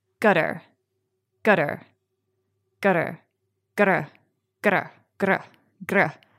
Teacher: The tongue just flicks up to the roof of the mouth. · Term: flicked R